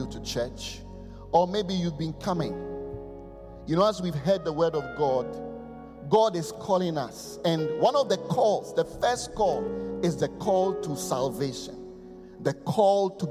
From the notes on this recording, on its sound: Preached at the Qodesh